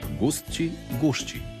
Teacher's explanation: jednačenje po mjestu tvorbe